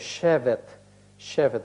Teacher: Поскольку в корне звучит гласный «е», то и окончание будет тоже огласовываться с гласным «е».